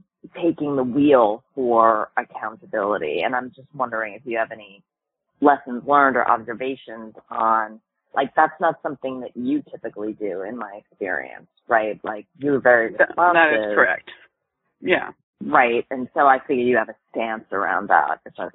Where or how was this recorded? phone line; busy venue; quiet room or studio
phone line